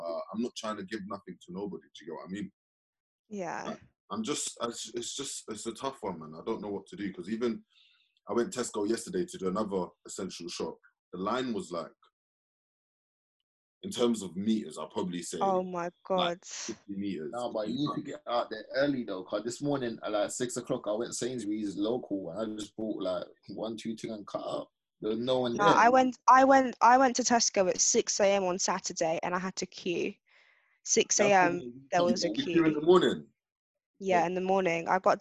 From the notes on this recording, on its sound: Had recorded this episode in self-isolation. Home on a video conference call.